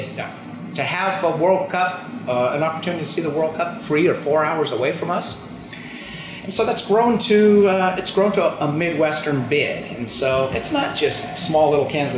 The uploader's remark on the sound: Reports on location from downtown Kansas City’s Power & Light District, which hosted a watch party for Tuesday’s Women’s World Cup semifinals. Hundreds cheered on the USA team, who beat England 2-1.